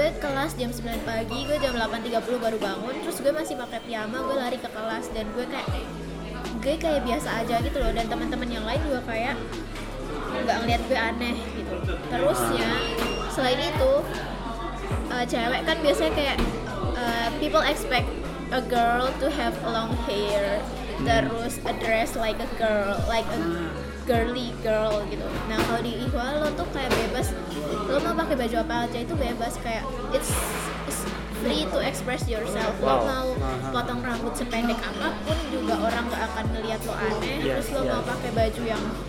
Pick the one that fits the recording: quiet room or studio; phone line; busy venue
busy venue